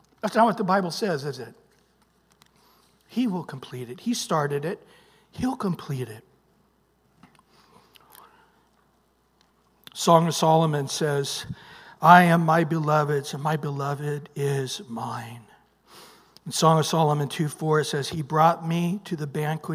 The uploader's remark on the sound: Recorded at Calvary Chapel of Los Alamitos on May 21 2023 on Sunday Morning Sermon.